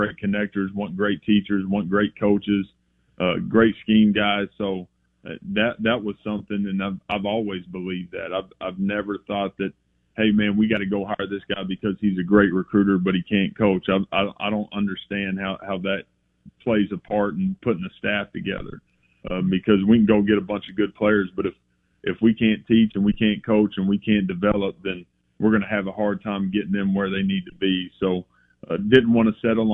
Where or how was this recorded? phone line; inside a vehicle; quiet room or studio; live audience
phone line